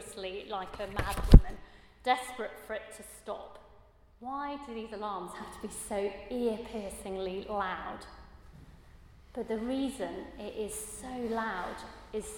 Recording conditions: large echoing room